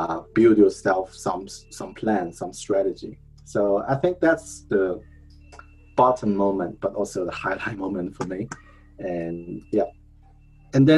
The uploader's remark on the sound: 本期节目是全英文的在线分享录音. This one is the audio record of an online event. The first 12 minutes of the podcast is the brief in Chinese.